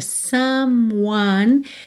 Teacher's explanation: someone, lembre de ignorar o E, tá? Do M você já vai para o one.